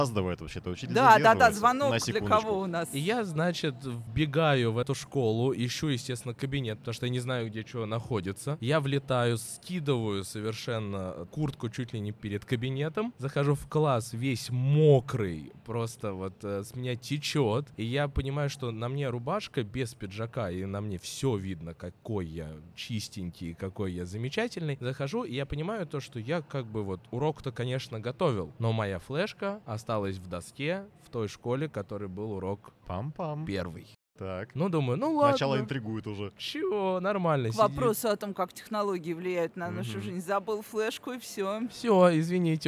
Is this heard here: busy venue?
yes